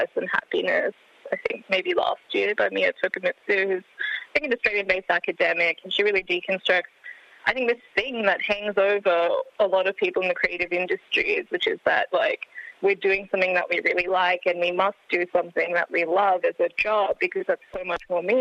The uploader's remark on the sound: phones